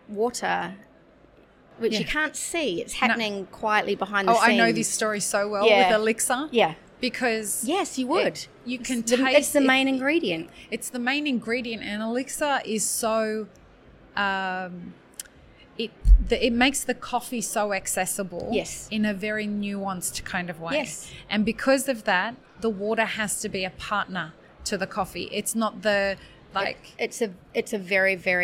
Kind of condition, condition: setting, busy venue